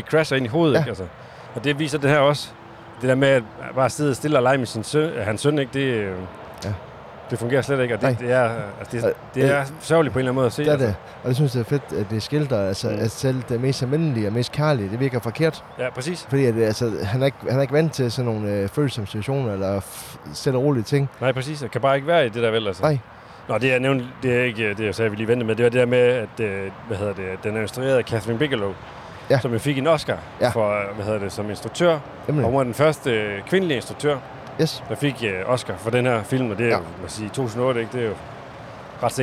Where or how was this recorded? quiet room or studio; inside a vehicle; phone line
inside a vehicle